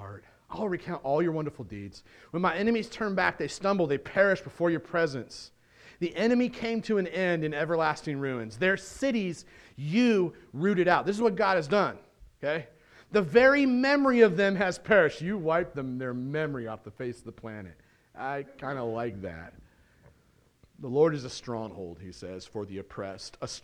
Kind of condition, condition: setting, large echoing room